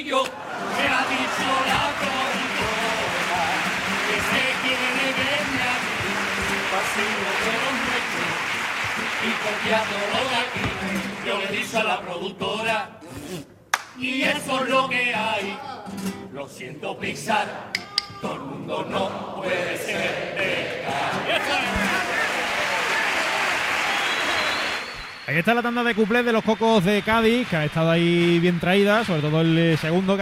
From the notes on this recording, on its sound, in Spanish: En directo desde el Gran Teatro Falla de Cádiz. En Onda Cero Cádiz.